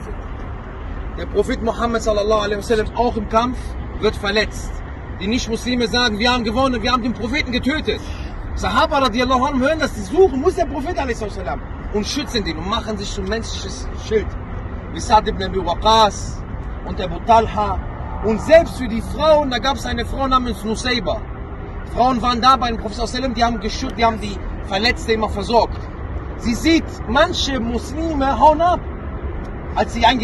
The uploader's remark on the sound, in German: Ein Vortrag bei der Umra 2022. Ein weiterer Vortrag aus der Umra, und direkt aus dem Berg von Uhud. Die Aufnahme ist diesmal etwas besser von der Qualität.